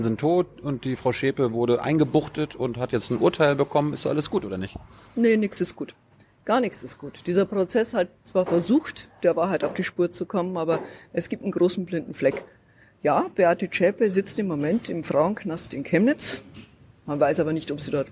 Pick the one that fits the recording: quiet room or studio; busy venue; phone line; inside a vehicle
busy venue